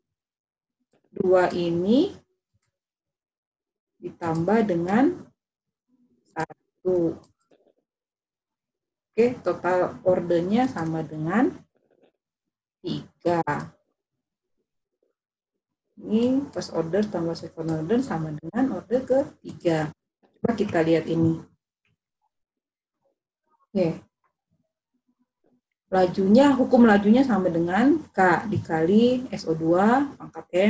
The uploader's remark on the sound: Zoom Meeting